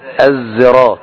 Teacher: الصراط ما في الصراط أبدا في أي قراءة، إنما كله الصراط بالكسر الصاد، لكن منهم من يقرأ بالسين، الصراط بالسين، هذا مثل قراءة قنبل، ومنهم من يقرأ بالإشمام بين الصاد والزاي